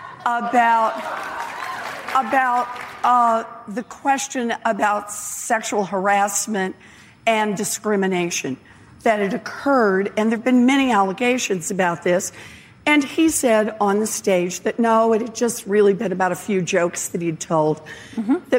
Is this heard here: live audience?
yes